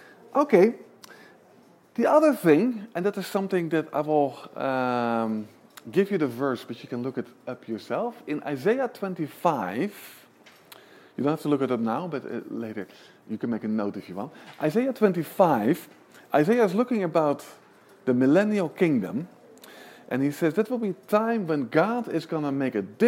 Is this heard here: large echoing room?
yes